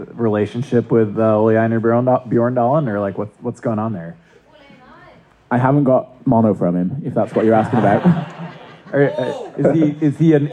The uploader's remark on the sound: We had the good fortune of taping this episode of the podcast in front of a live audience at a local brewery, and we think it brings through a little of the amazing atmosphere. Zoomed in from mono jail. The audio quality from this episode is.....mixed, but it seems to be workable.